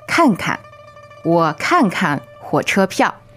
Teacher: that's fourth tone, but then the second time it's kind of a neutral, right? 对.